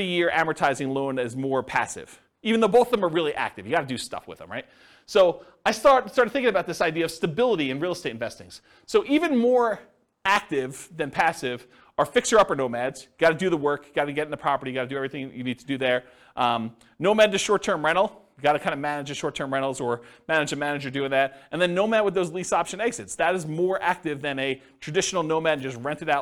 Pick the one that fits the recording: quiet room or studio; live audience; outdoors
live audience